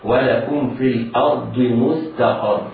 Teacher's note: على القارئ أن يحترز من تفخيم همزة الأرض ينطقها مرققة هكذا. ولكم في الأرض مستقر، من مستقر والسين والتاء مرققات، حروف مرققة، والقاف مفخمة والراء مضمومة فهي مفخمة.